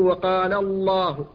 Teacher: الجلالة في حال تفخيمها، وذلك بعد الفتحة والضمة، فتقول وقال الله، فهذه الألف هنا مفخمة لأنها مدة للام المفخمة